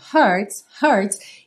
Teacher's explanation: o H não é exatamente um som muito forte. Ele é um arzinho.